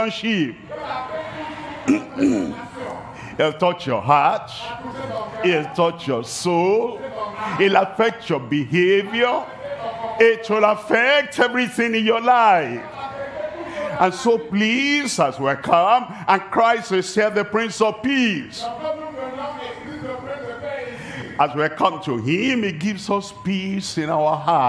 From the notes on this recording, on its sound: live from Douala, Cameroon.